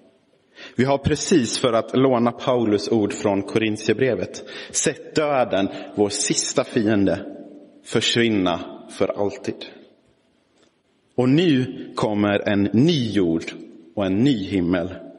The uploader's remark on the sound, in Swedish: Inspelad i Roseniuskyrkan den 20 november 2022